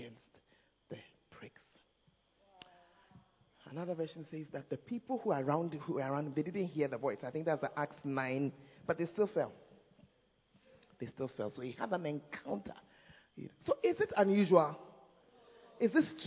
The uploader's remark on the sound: Preached At First Love Center, Ayeduase (Manifestations of the Spirit Service).